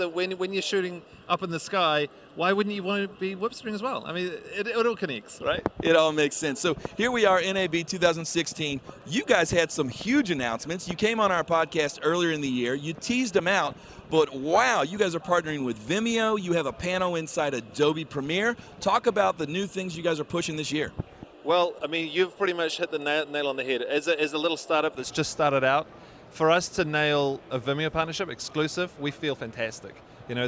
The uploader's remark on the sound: Live from the NAB Show floor